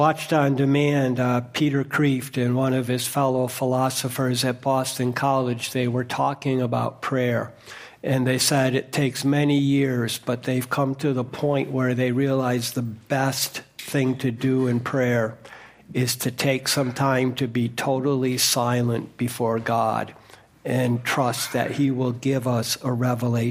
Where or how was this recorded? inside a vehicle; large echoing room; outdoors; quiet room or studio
large echoing room